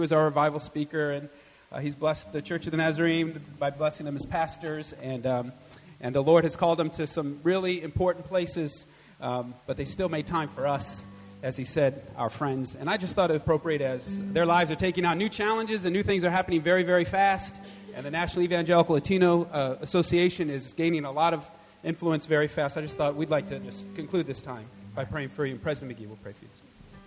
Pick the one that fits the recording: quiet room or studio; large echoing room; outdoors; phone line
large echoing room